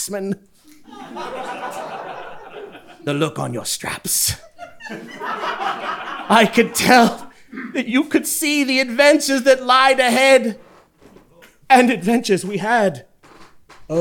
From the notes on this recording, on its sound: LIVE Event Recording. This episode was recorded on stage in front of a Live audience. At Le Chat Noir Theatre in Augusta, GA.